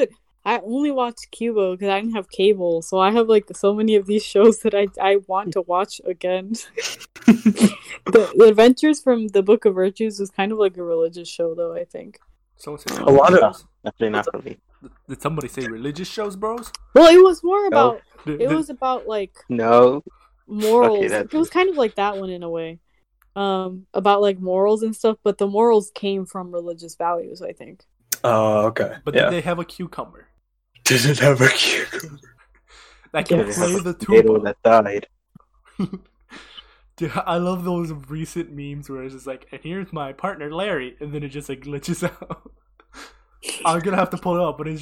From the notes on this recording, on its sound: We're finally getting the hang of the audio issues.